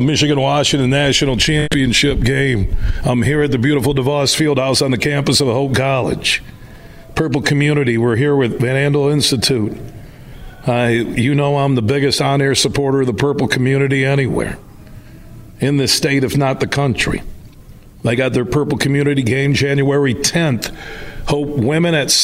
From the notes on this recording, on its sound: Today we're broadcasting live from Hope College